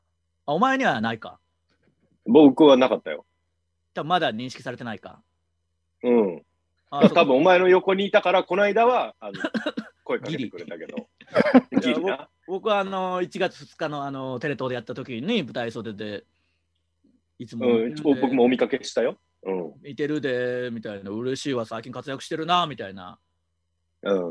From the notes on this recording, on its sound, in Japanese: 状況を鑑みて、大事をとって久しぶりのZoom収録です。